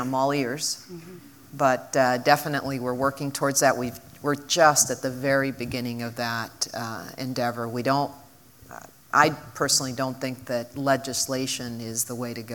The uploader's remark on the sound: Business leaders from the Portland, Oregon metro region came together. This audio is from the entire two hour event.